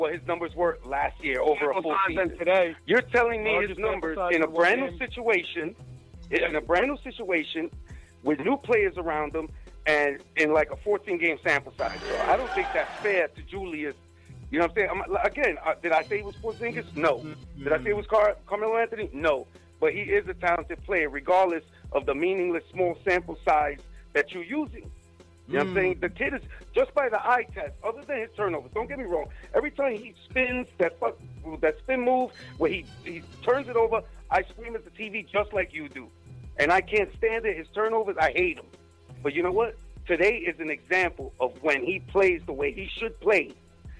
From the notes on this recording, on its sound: KnicksFanTV hosted its first LIVE caller debate last night during the post-game show